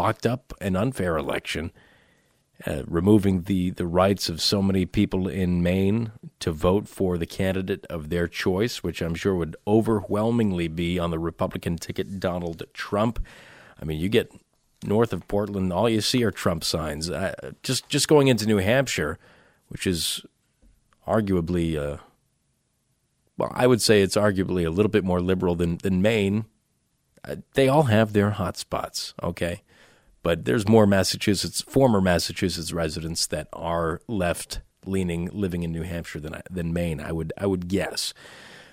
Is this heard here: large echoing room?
no